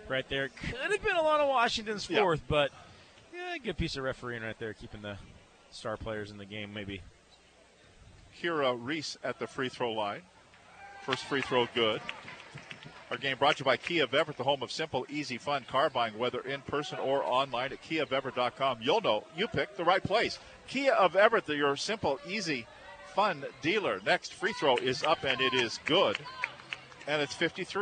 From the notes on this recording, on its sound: Live from Joe Richer Court at Everett High School